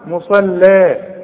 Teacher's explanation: انا عاوزك بقى تطلع اللام دي زي الحرير، مرققة قوي